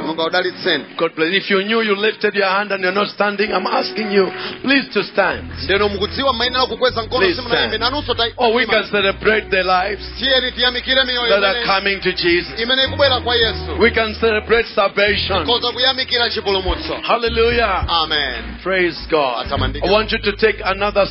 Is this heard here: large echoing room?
yes